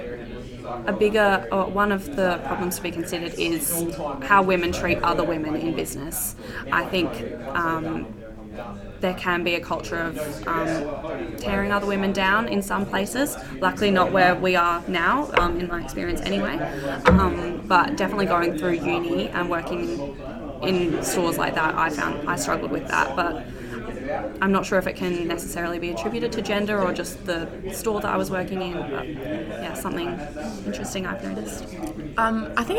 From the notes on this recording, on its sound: This week we bring you a special podcast recorded right after our event with KPMG!